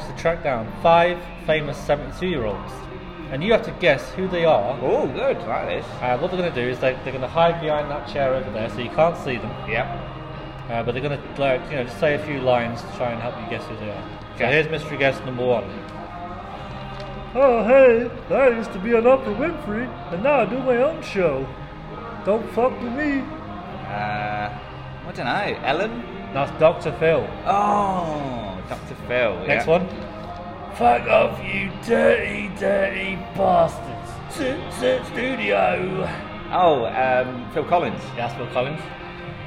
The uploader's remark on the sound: It's a live recording down 'The Whistle & Flute' in Nottingham